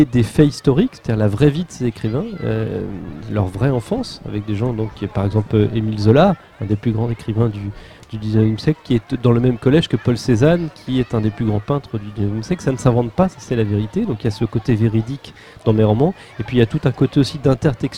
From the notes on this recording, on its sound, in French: Interview du vendredi 24 mai sur l'île d'Aix, à l'occasion du festival du livre de jeunesse "Aix-Libris"